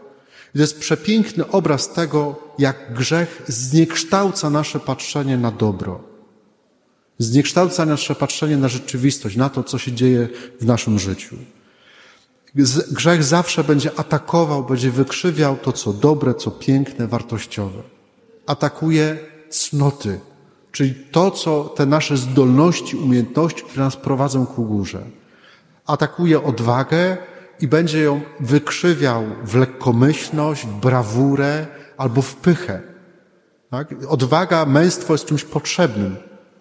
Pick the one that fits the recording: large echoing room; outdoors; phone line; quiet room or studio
large echoing room